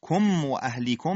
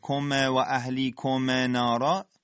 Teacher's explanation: اهلیکم میم در واو اظهار میشه، کم و اهلیکم نارا غلطه، میم ساکنه تکون نمیخوره، عدم حرکت در اداء حرف میم ساکن · Shown in: first take · و همچنین عدم مکس روی میم ساکنه، یعنی اینکه حالت غنه